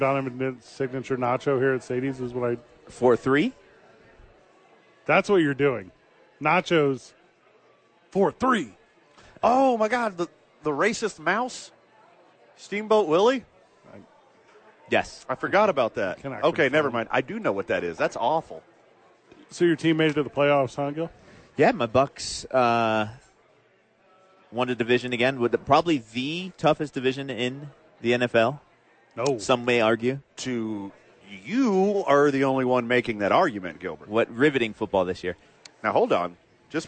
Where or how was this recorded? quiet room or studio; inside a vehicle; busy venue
busy venue